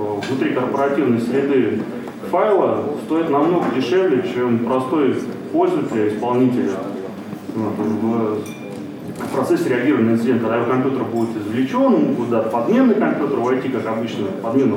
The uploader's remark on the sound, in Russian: ZeroNights2014. ZeroNights 2014 и «Открытая безопасность» представляют аудиозапись докладов с конференции. Workshop 1, Defensive track.